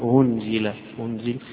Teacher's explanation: معنى التسهيل يعني إن الهمزة نفسها يقرأها بين بين، لا هي ألف ولا هي همزة، لا هي ألف ولا هي قريبة من الهاء، وإن كان ما هيش هاء، فيقوم يخرجها من الحلق أنزل أنزل إذا وقف عليها بما أنزل.